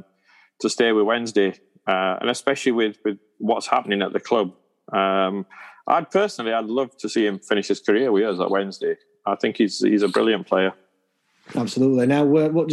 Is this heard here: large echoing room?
no